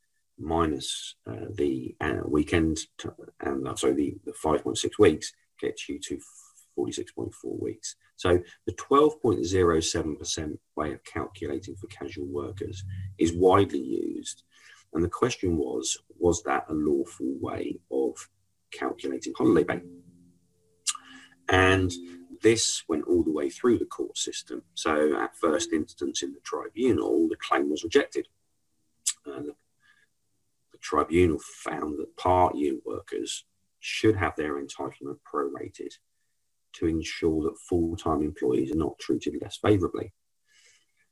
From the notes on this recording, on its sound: Our latest episode features the recording from our webinar last month.